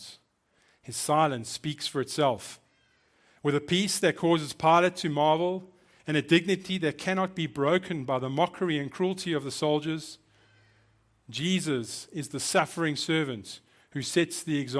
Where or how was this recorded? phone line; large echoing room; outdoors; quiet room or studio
large echoing room